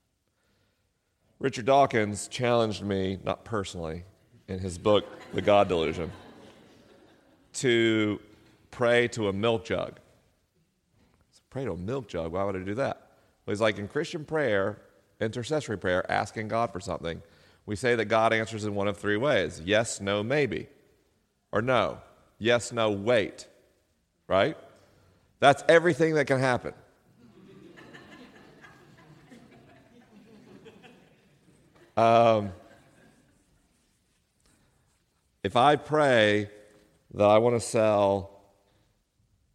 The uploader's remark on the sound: LIVE in Tacoma, WA. This week is a live episode: the questions are unscreened and the answers are unrehearsed.